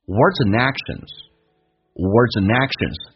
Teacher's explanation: Words 跟 and 叫 words， and 跟 action 也可以有连音。and 组合一般用 and 进行连音，把 d 去掉，变成 actions。Words andactions， words and actions 言行。这句话就变成 We should be humble in our words and actions.